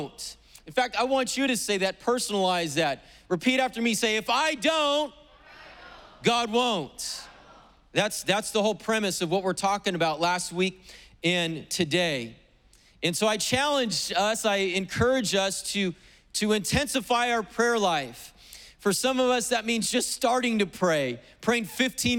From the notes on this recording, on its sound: was preached on August 15th at the 11:30AM service.